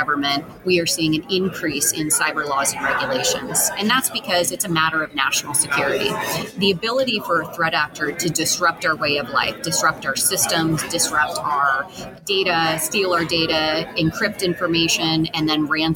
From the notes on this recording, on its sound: Recorded at TribalNet. During TribalNet 2023.